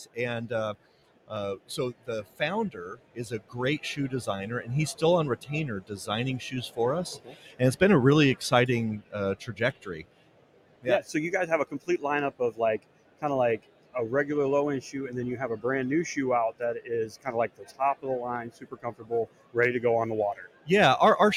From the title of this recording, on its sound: ICAST Live